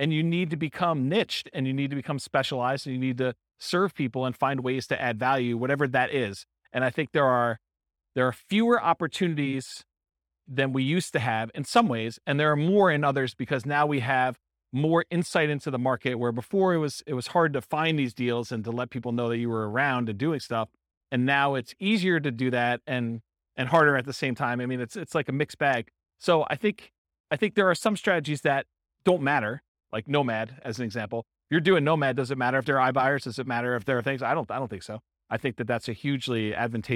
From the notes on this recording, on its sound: This was a live class recorded